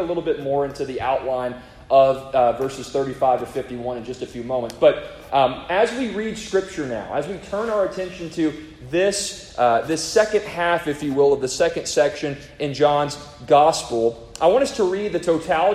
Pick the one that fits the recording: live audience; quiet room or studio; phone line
live audience